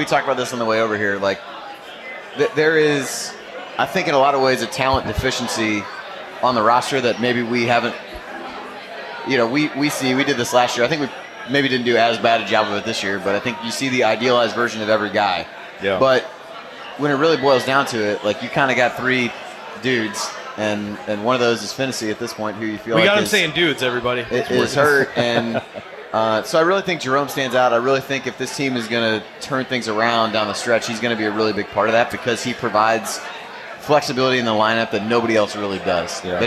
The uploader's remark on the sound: Hosted a live show at Switchyard Brewing breaking down the game. Answering audience questions.